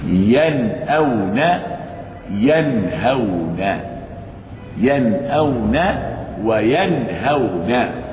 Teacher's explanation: ينأون إظهار حلقي لوقوع الهمزة بعد النون الساكنة. ينهون إظهار حلقي لوقوع الهاء بعد النون الساكنة